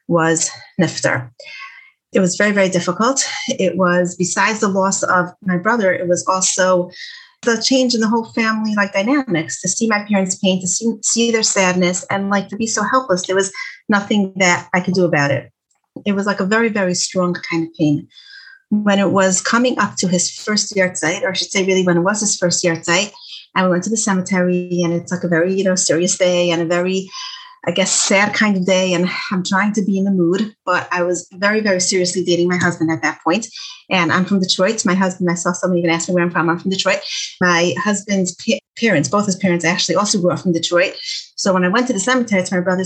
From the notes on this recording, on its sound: Zoom talk for teens given through Project Light.